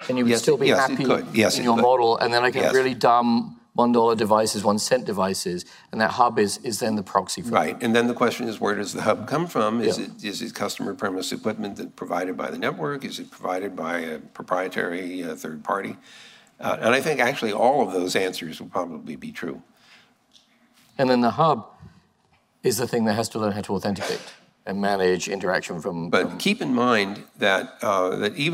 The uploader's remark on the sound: the full Shannon Luminary Lecture